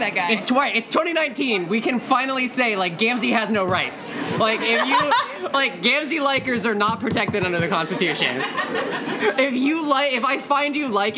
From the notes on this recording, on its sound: Live in Renton. Join a lively crowd in Renton.